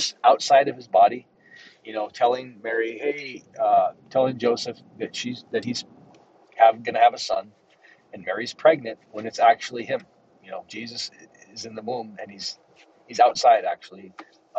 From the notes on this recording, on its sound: Sorry for any background noise!